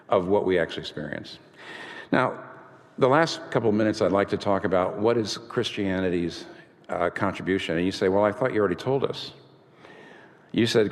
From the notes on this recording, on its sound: This talk was recorded before a live audience on April 11, 2019 in New York City.